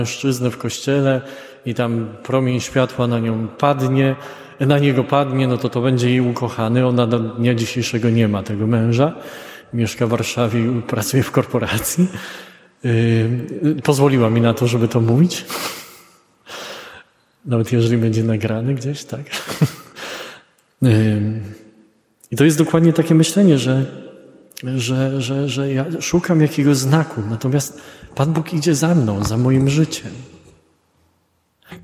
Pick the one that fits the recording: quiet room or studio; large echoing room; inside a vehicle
large echoing room